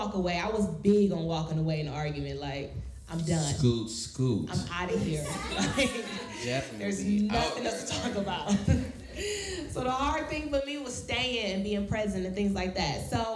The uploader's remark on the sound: Live podcast! We had a live recording event to celebrate.